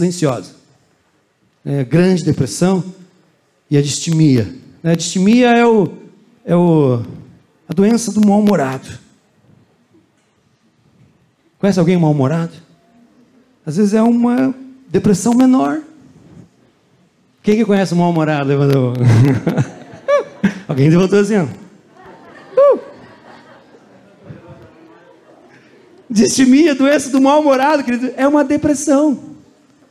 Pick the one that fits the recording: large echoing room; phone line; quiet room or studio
large echoing room